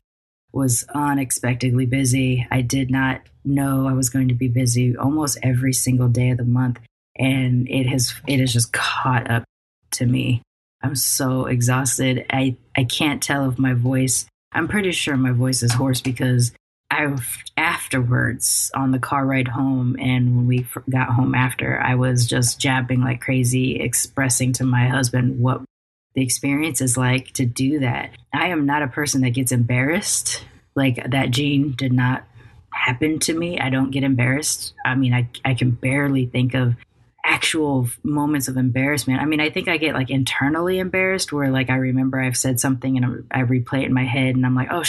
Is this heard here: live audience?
no